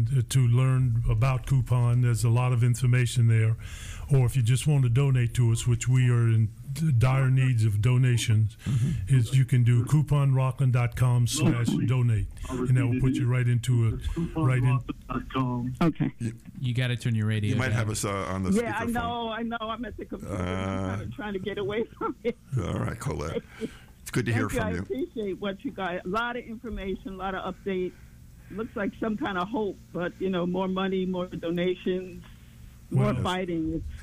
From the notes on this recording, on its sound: we appreciate all the phone calls from our listeners!